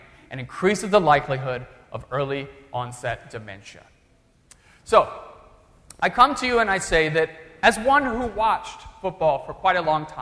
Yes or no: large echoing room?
yes